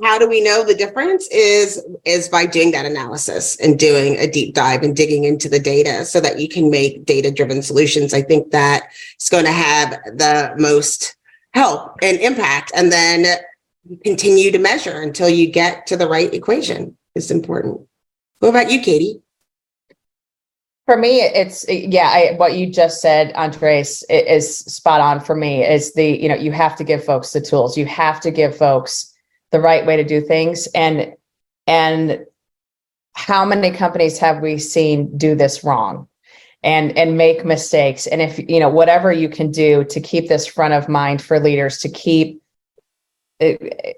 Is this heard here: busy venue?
no